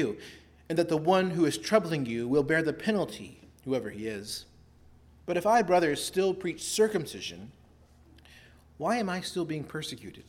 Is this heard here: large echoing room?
yes